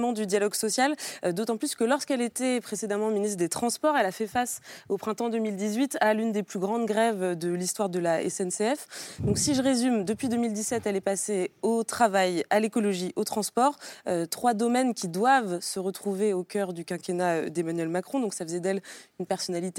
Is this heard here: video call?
no